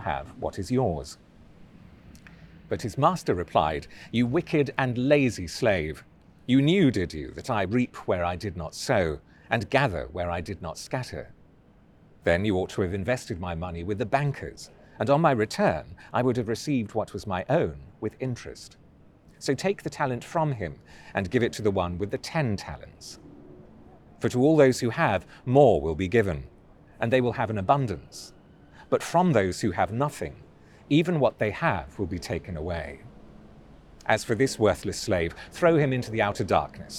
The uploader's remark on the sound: Recorded outdoors from a churchyard in the City of London.